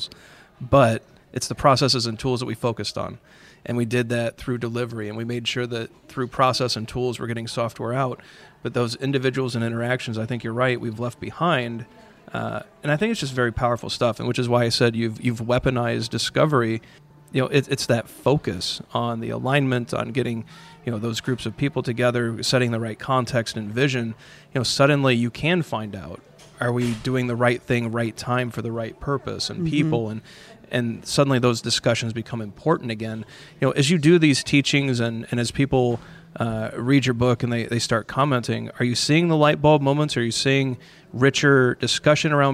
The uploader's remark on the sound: at The Path to Agility Conference